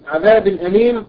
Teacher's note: التنوين في كلمة عذاب هذا تنوين بالكسر أتى بعده الهمز وهو من حروف الإظهار فوجد إظهارها عذاب أليم.